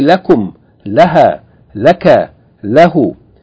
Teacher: But when it's connected to pronouns, the kasra of li becomes fatha. So you say lakum, laha, laka, lahu.